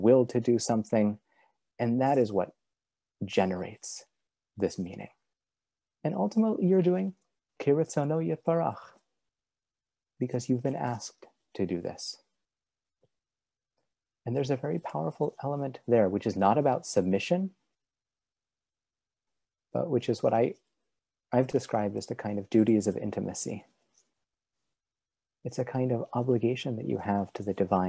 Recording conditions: video call